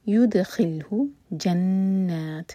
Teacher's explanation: دال پر سکون ہے تو دال کو باؤنس کریں گے، قلقلہ ہوگا